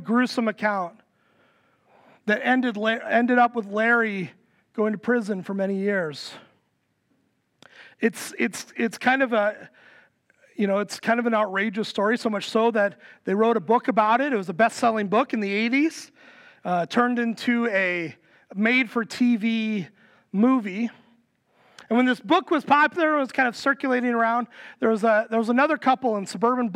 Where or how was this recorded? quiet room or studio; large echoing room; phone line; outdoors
large echoing room